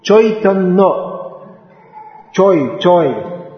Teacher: So that ai becomes oi.